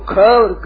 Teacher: ख और घ ये महाप्राण है, इनमें प्राण ज्यादा खर्च होते हैं